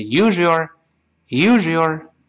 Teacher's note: 那么自动前面那个 z 就会变成日这个声音